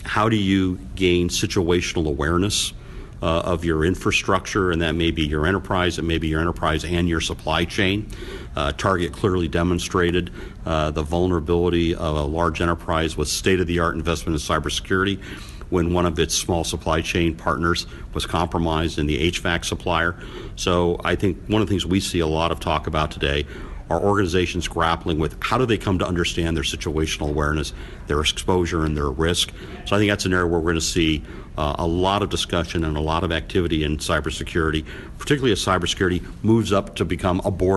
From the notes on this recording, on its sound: The 2016 Black Hat conference is underway in Las Vegas this week. Special report from the show floor.